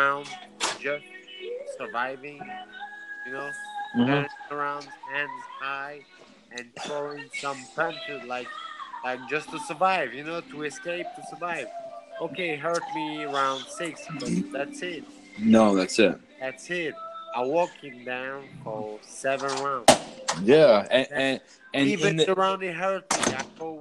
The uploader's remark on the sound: Sorry background noise.